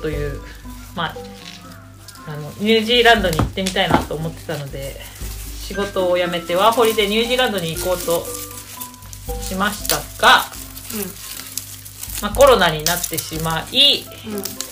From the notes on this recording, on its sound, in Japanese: ニンニクの皮を剥く作業を行いながら、収録しているので、皮を剥く音も入ってます…